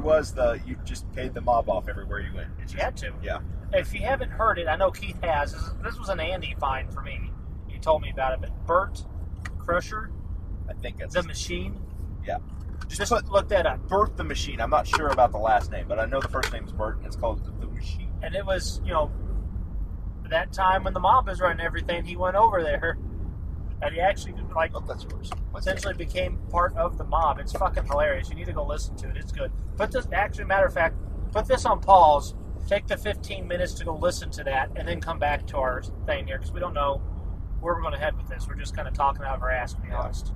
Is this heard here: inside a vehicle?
yes